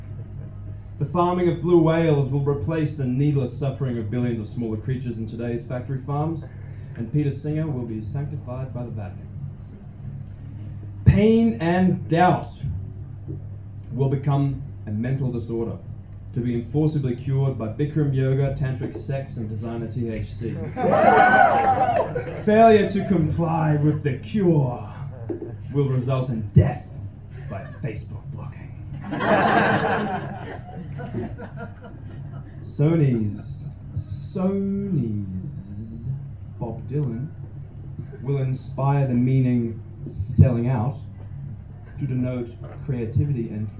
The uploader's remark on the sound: Spoken word performance recorded live at Voices in the Attic, Ferdydurke, Melbourne.